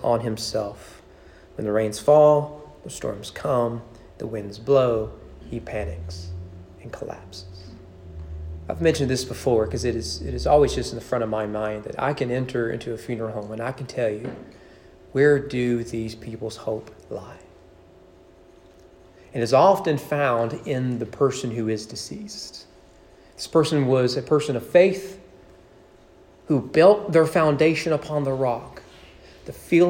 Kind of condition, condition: setting, large echoing room